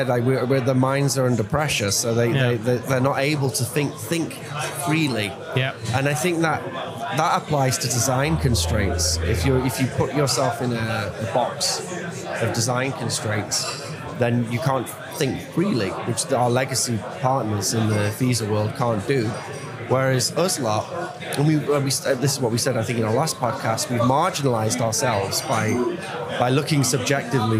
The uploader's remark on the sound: Watch and listen to this interview live from Bitcoin Amsterdam Conference 2022!